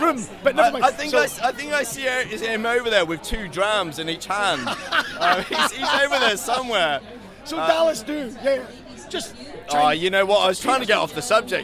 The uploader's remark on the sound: It’s The 2023 Spirit of Speyside Festival. A very special podcast from the heart of the action from The Opening Gala Dinner via Tamdhu to The Friday Night Ceilidh.